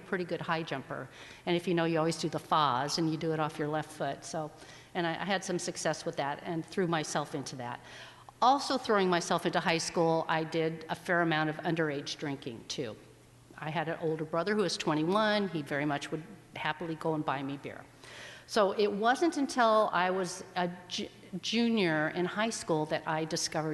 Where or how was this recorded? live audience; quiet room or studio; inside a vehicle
live audience